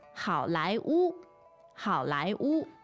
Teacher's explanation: So third tone, second tone, and first tone?